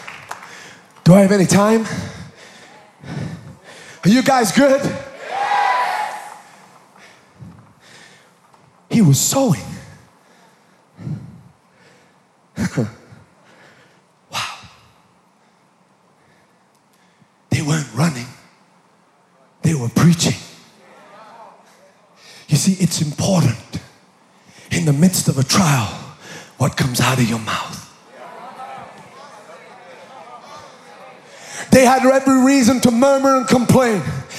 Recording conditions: large echoing room